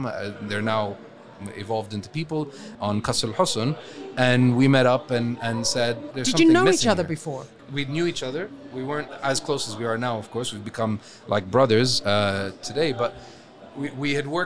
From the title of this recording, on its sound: Live from SES